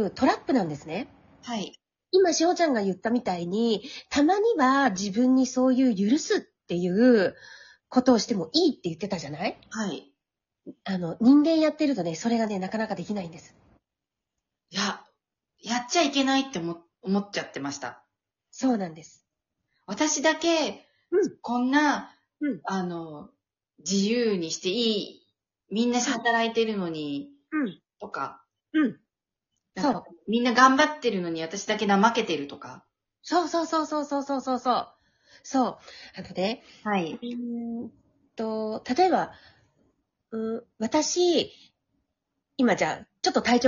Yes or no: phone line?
no